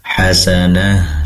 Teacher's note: Pastikan tak marbutoh yang berada di tempat pemberhentian semacam ini diganti menjadi ha. Sedangkan ha ini memiliki sifat hamas mengalirkan nafas, sehingga lebih dialirkan atau lebih disebarkan udara di dalam dada